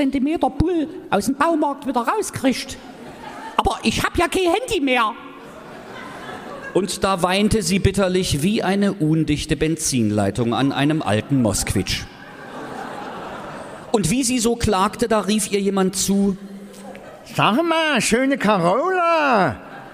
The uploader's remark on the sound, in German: SPECIAL: Fränky, der Froschkönig LIVE. Das ist der nächste Mitschnitt der großen Sinnlos Märchen Live-Tour. Aus dem Zentralgasthof in Weinböhla gibt es dieses Mal Sachsens lustigsten Podcast mit: "Fränky, der Froschkönig".